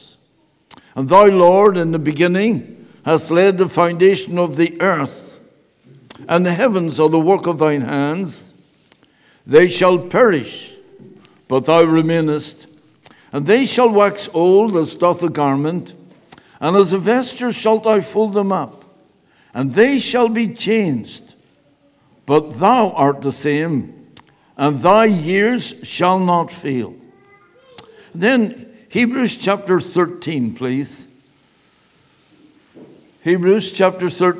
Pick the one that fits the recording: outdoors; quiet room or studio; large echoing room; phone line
large echoing room